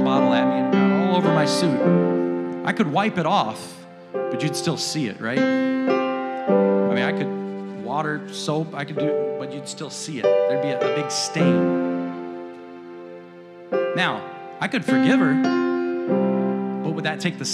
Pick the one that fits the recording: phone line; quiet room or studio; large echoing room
large echoing room